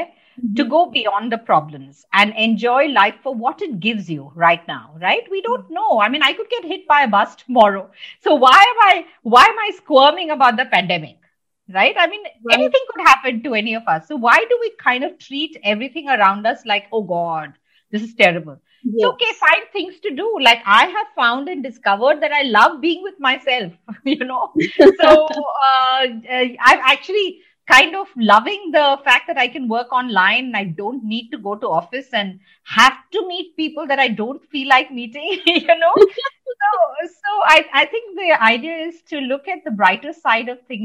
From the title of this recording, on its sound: Virtually recorded